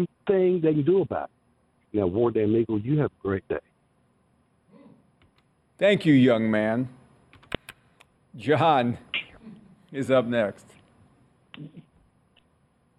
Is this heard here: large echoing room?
no